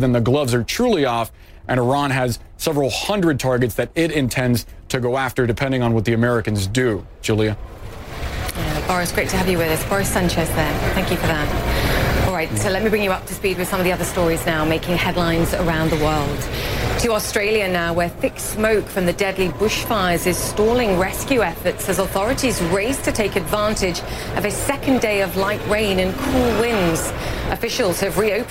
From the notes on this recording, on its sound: live from the New York Stock Exchange